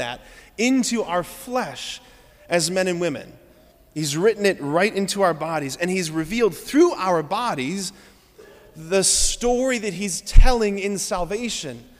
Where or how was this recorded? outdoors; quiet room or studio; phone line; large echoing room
large echoing room